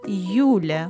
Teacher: in the second case, Юля, the first syllable is stressed, and the word ends in Я, the last letter of the alphabet.